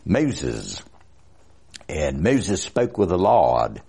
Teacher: fronted long O, which in fact surprises people because it sounds very kind of English. Even Billy Graham will say, Moses, and Moses spoke with the Lord, and he broke the commandments.